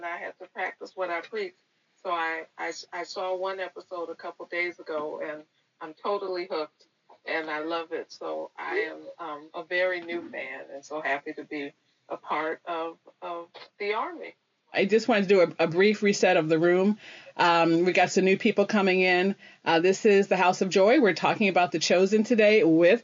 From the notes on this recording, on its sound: Dropped in my Clubhouse room! Interacted with members in the room. The audio quality is, well, "special," but listenable.